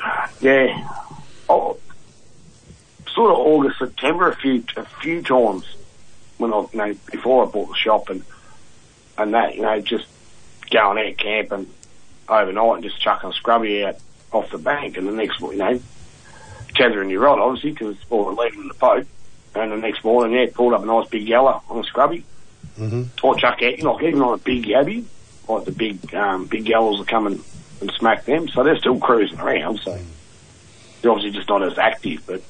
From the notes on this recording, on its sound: The Commercial Club Fishing Club call in.